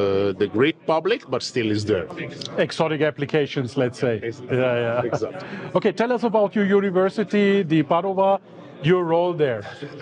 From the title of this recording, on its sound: 9T Labs Innovation Day Interview